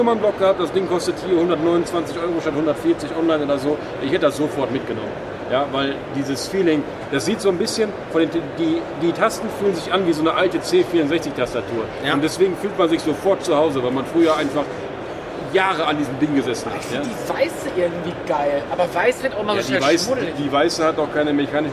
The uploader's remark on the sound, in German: Quickie live von der Gamescom 2022. Live von der Messe.